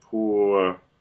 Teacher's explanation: There's no R coloring in that schwa. It just relaxes from the oo oo sound into a uh